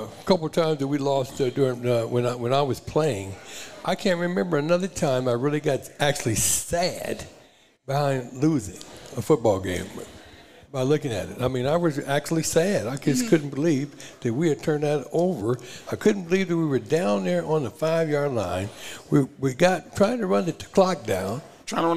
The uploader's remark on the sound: The Run Live at Hurrdat Sports Bar & Grill